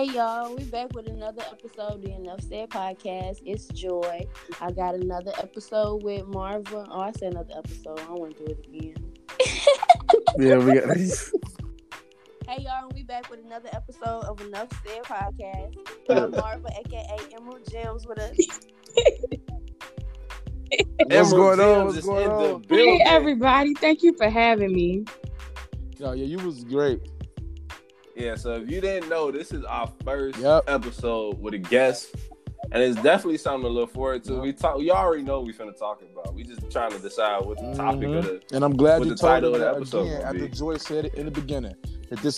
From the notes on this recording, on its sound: We experienced some technical difficulties this episode